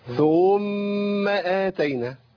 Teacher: اضفت واو بين الثاء والميم، ده منتشر جدا الخطأ ده